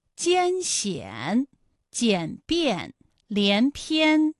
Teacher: 好，下面呢我们来发一安的发音。发音的时候呢，从前高不圆唇元音一开始，舌位向前低元音啊的方向滑降，舌位只降到半低前元音 i 的位置就开始升高，发 i 后软腭下降，逐渐增强鼻音色彩，舌尖迅速移到上齿龈，最后抵住上齿龈